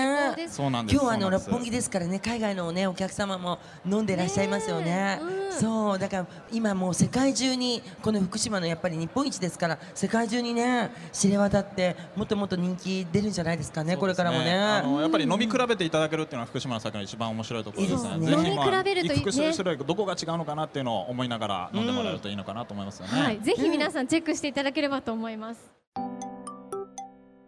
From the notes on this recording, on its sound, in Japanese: 東京の六本木ヒルズアリーナで開催された「福島フェス2016」にて行われたトークイベント